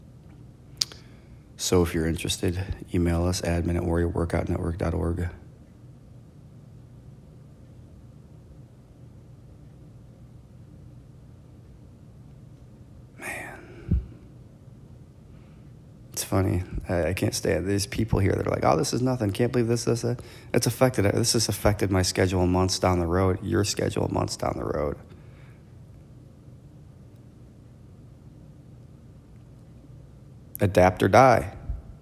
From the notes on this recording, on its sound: Recorded on Zoom H1 or apple iphone in Garage Band